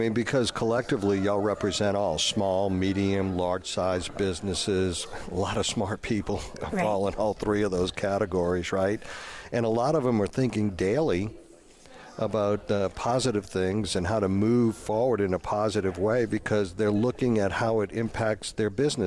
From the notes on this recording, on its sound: New Orleans Chamber 2023 Annual Luncheon at Hilton Riverside New Orleans. Broadcasting LIVE from the Hilton Riverside for the New Orleans Chamber 2023 Annual Luncheon.